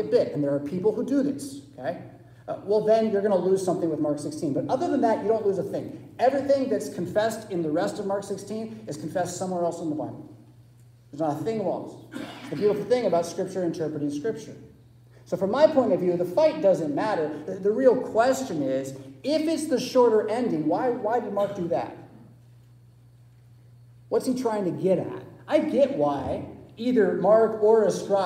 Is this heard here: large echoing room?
yes